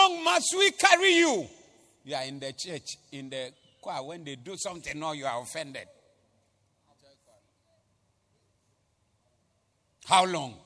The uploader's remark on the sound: Preached at the Doxa Service 14082022